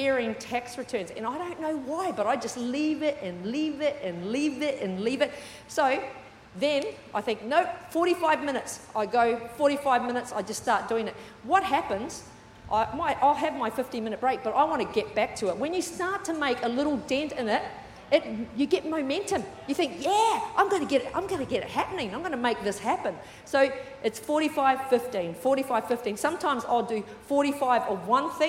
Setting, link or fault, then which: setting, large echoing room